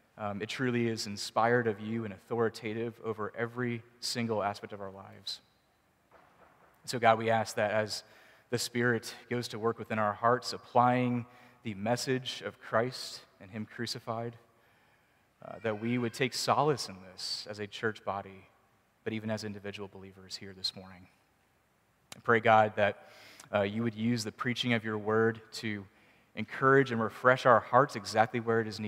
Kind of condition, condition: setting, large echoing room